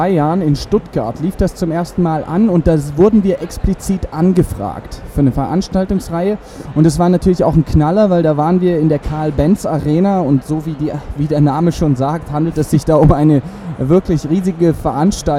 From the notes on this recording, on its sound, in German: live vom evangelischen Kirchentag 2017 in Berlin